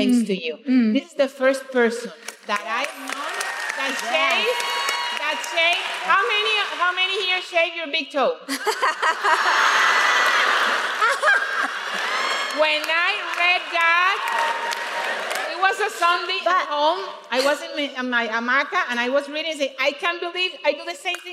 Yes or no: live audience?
yes